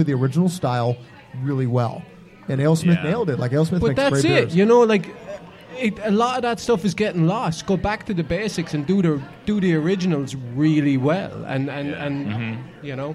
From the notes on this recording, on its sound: Recorded live at Brendan's Irish Pub.